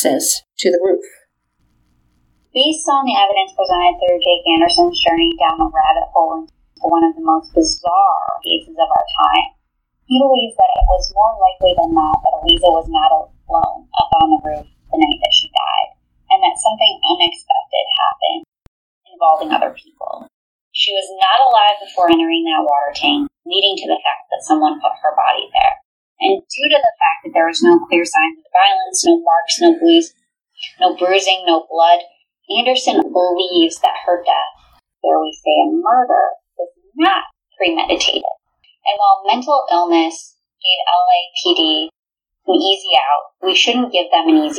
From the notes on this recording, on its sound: the sound is bumpy!